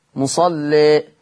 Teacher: في لفظ مصلى التقليل مع ترقيق اللام